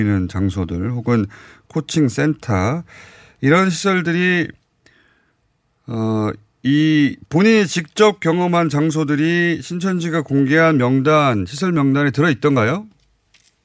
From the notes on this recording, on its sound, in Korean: 전화연결.